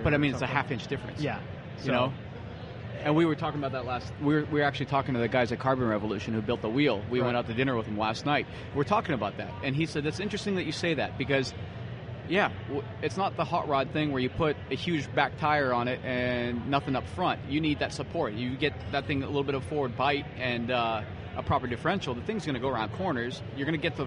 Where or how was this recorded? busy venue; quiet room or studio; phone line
busy venue